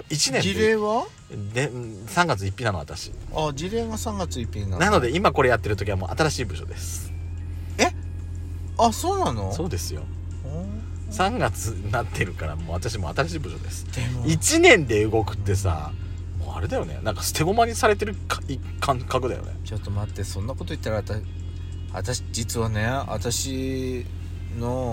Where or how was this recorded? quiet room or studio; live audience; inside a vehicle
inside a vehicle